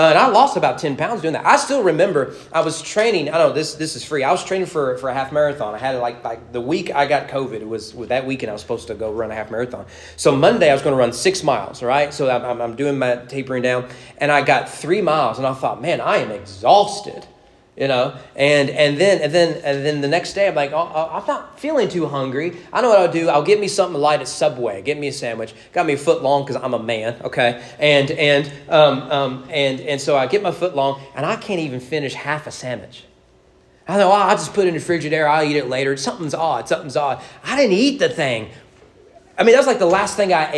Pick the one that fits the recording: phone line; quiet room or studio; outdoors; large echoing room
large echoing room